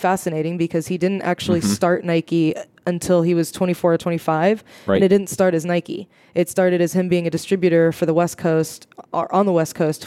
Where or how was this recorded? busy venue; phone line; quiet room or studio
busy venue